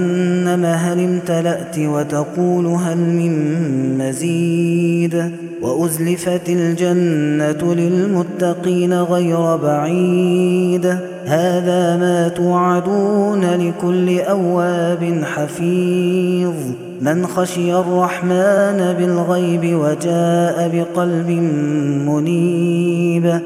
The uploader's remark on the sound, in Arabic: هذا التسجيل من صلاة التراويح